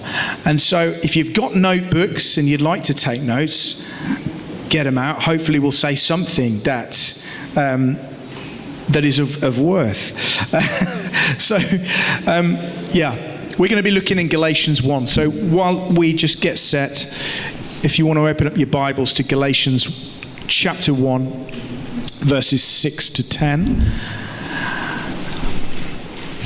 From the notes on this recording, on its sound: The opening session from the Hammer and Tulip conference - No Other Gospel.